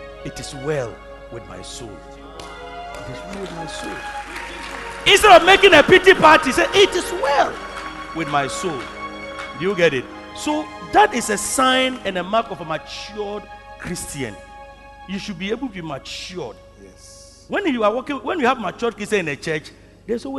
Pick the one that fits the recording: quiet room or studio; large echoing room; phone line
large echoing room